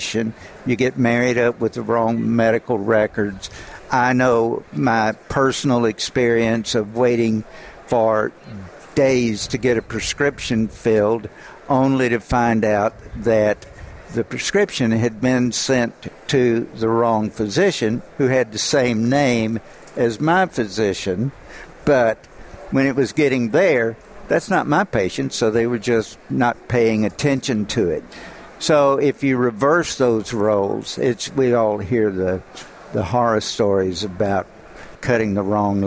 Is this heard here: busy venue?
yes